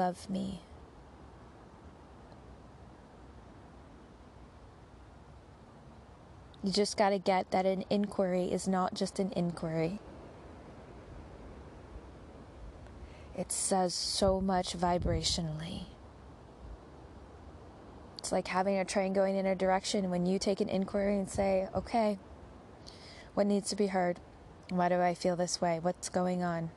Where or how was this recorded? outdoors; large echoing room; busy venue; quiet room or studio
outdoors